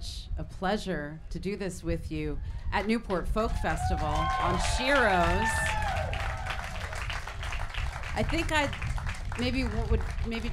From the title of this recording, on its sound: SHEROES Live At Newport Folk Festival